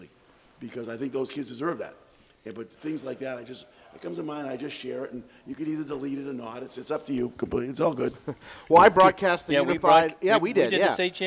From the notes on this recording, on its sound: Broadcast live from Gridiron Restaurant in Lewiston as the Spectrum Healthcare Partners Studios hit the road!